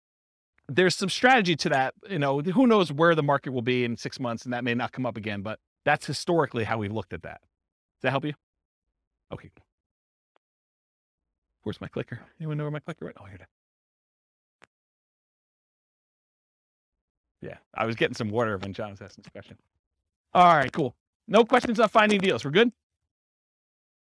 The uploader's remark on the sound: This was a live class recorded